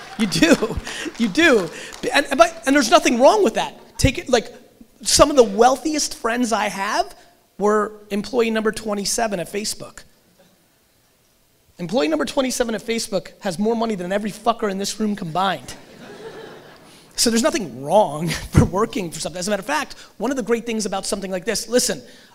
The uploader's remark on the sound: VidSummit 2018 Keynote. Today's episode is a throwback keynote from VidSummit 2018!